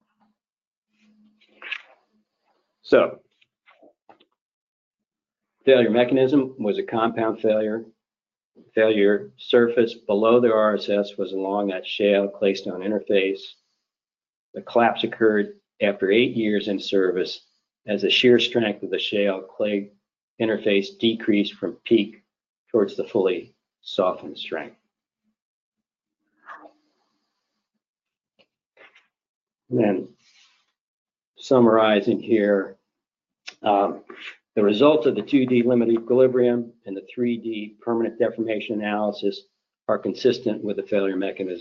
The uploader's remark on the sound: This is an audio version of the FGI webinar.